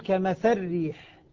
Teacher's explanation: لاحظ اللام الكسرة لو أني نطقت بها كسرة كاملة سأقول كمثل ريح لي ري كسرة كاملة، إذا أدغمت أقول كمثل ريح اللام ذهبت وذهبت حركتها